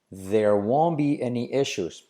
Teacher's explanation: Fijaos que la T de won't no la pronuncio.